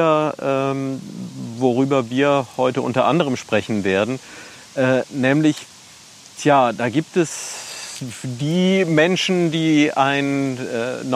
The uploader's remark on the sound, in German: Diesmal habe ich mich mit dem Podcast zum ersten mal nach draußen getraut: Die Aufnahme ist am Rheinufer entstanden. Diesmal habe ich mich mit dem Podcast zum ersten mal nach draußen getraut: Die Aufnahme ist am Rheinufer entstanden. Im Engerser Feld, am Ende der Panzerstraße.